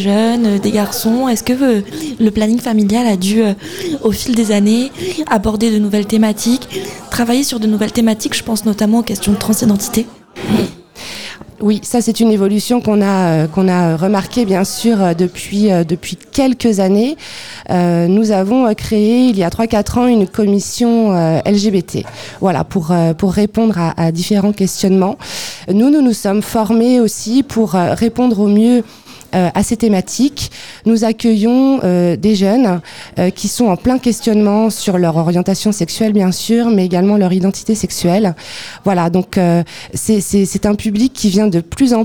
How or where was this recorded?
busy venue